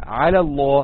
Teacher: في حالة الوصل بين الكلمتين مع بعض بنحذف المد من الكلمة الأولى وبنترك وبننطق الكلمتين ورا بعض زي كده، على الله.